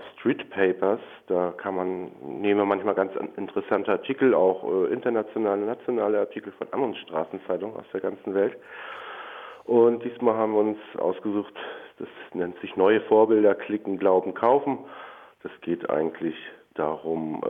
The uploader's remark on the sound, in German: Heute mal eine Woche später und am Telefon.